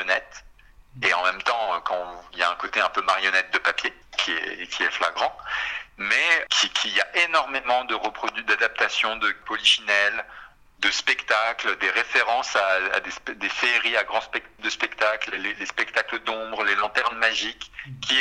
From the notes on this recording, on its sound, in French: Cette émission fut réalisée à partir d’un entretien téléphonique